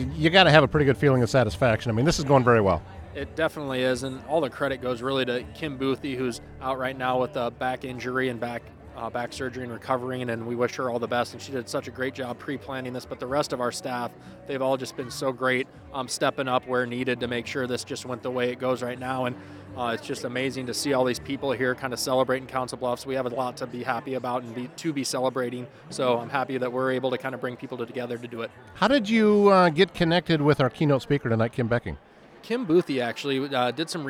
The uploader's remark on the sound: This episode was recorded on location at the Chamber's Annual Meeting and Small Business Showcase.